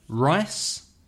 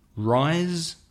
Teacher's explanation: So rice, arroz, is from the teeth, from the mouth, with no vibration. And rise, the sun rises, has vibration from the vocal cords.